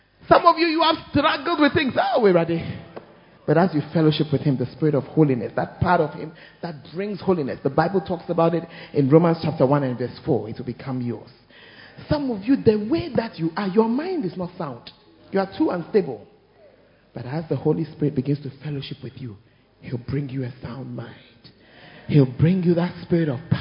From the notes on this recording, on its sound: Preached At First Love Center, Ayeduase